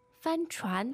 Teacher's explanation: The tones there sound first and second, is that right?